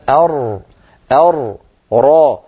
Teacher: الراء من طرف اللسان مع ما يحاذيه من الحنك الأعلى